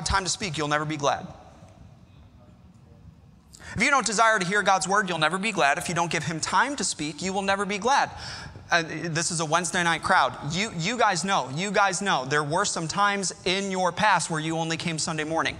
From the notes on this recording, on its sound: Our services are live streamed every week from our church in Corpus Christi, Texas.